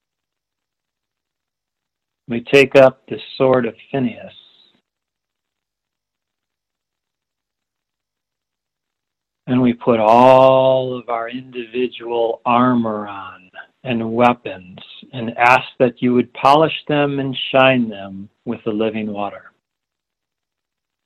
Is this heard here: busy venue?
no